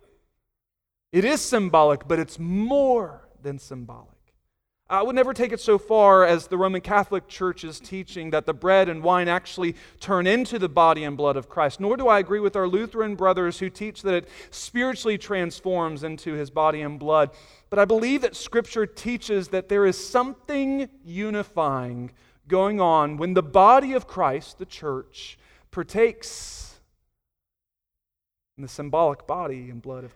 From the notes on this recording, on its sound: Sunday Morning Sermon Audio